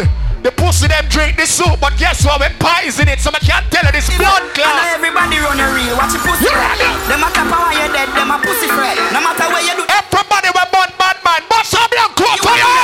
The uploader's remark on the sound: Doubletap Sundays 2/21/21 (LIVE AUDIO)